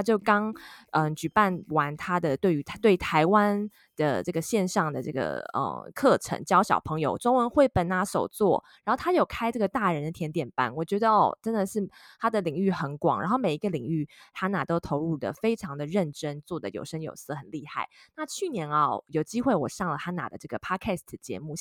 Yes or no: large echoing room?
no